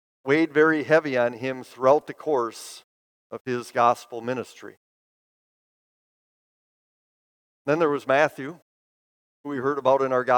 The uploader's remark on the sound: Bethany, Appleton, WI. Preached this sermon at Bethany's Sunday worship on June 18, 2023.